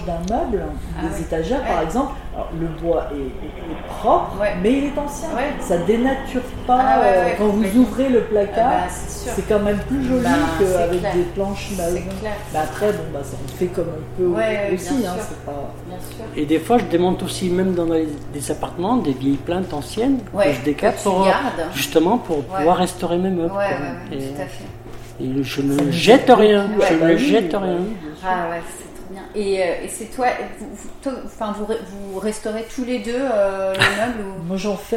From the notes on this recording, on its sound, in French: Nous avons enregistré l’épisode dans leur salon de thé, vous entendrez des bruits de fond. Au village des brocanteurs à Tigneux près de Lyon.